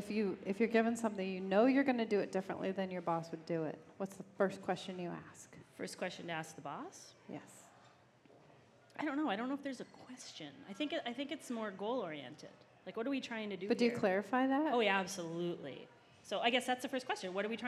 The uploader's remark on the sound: This was a live episode recorded on June 28, 2016 at Republic Seven Corners